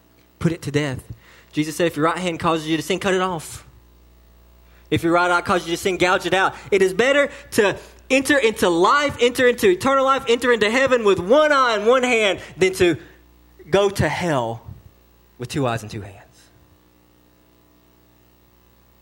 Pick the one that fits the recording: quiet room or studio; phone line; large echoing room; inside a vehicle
large echoing room